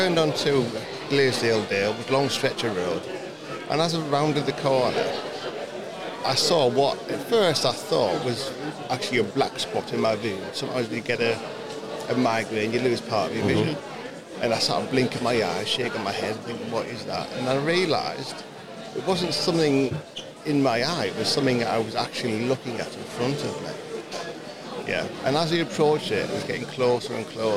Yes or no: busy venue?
yes